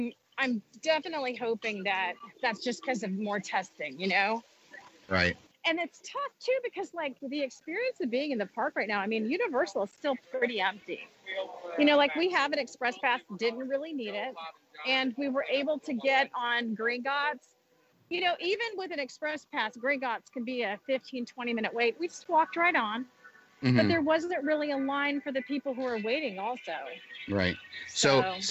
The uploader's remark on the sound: Live from Disney Springs